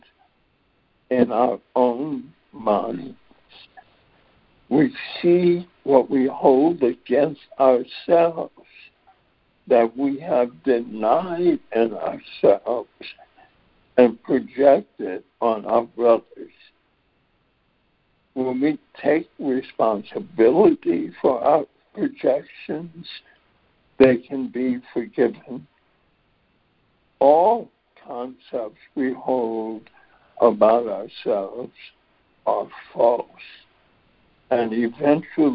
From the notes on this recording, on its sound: ACIM Daily Conference Call